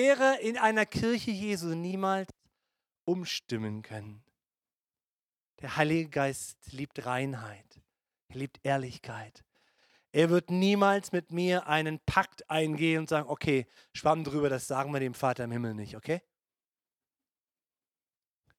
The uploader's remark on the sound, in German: Gottesdienst Predigt